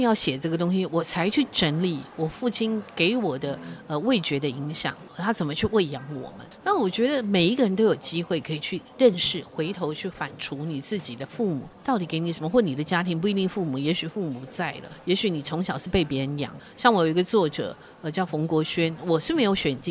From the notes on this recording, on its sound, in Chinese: 活動現場訪談